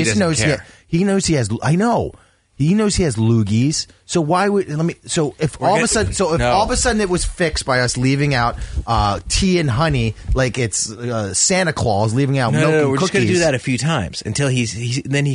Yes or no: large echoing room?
no